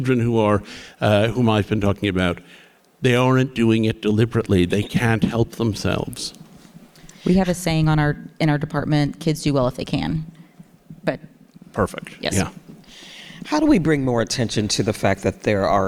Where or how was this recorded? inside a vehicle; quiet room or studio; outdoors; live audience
live audience